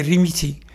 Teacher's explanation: dans le parler arabe, l'accent E n'existe pas, c'est plutôt le I qui existe, et ne prononce pas, au lieu de dire remettez, il dit rimiti.